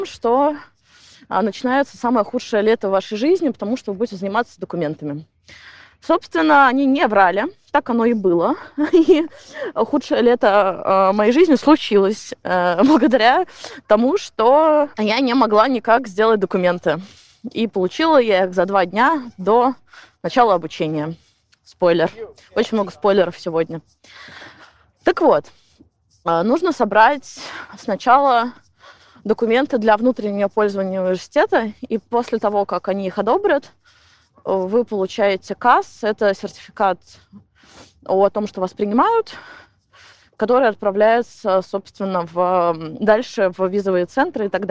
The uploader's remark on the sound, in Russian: плохой звук, потому что я хожу по Гайд-парку.